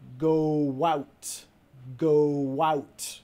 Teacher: Cuando tienes una palabra que termina con una vocal, en este caso go, y la palabra que sigue empieza con una vocal, en este caso vamos a meter como una W escondida